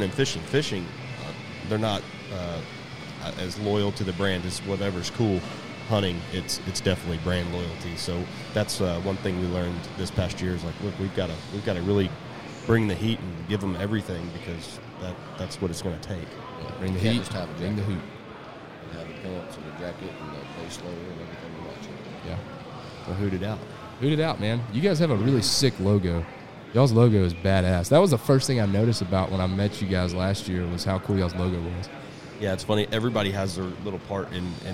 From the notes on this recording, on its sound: we are once again live on Sunday morning at Texas Trophy Hunter's Extravaganza